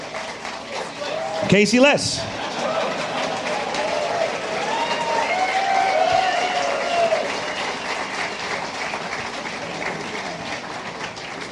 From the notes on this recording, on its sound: Live From WWDC 2014